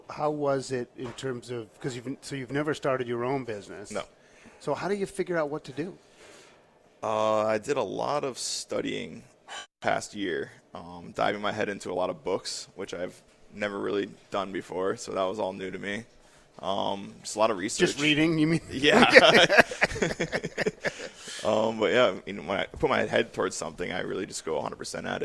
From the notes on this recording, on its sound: Daily Grind coffee shop where we were set up and broadcasting live from this morning